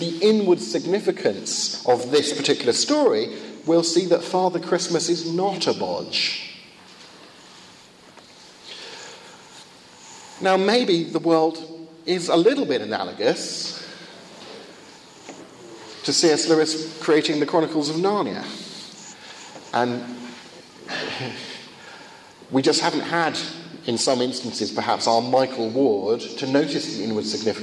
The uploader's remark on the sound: Second of two lectures at a conference in Finland